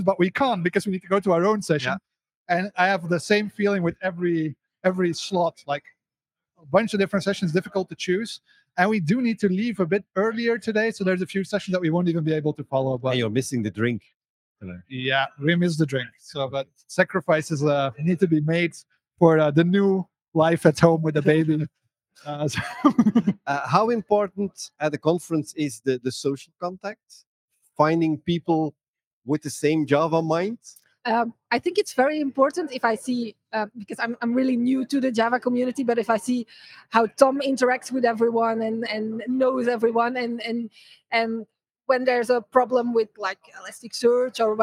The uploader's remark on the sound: We had several interviews with the speakers and guests at the J-Fall conference in the Netherlands.